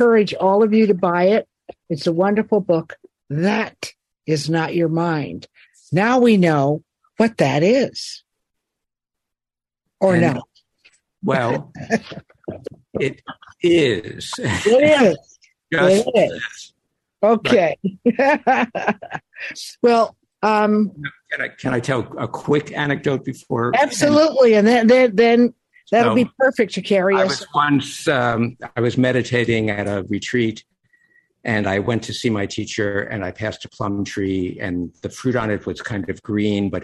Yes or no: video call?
yes